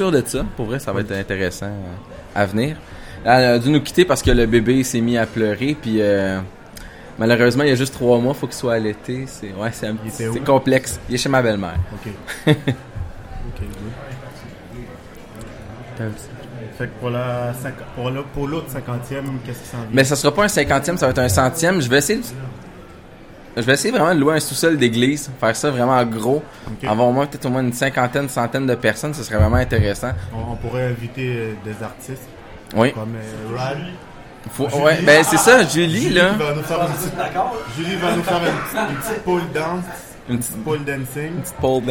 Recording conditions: live audience